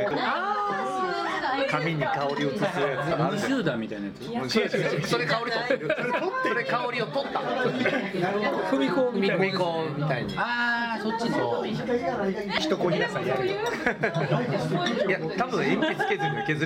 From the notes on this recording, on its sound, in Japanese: バルで収録したため結構ガヤガヤしてます。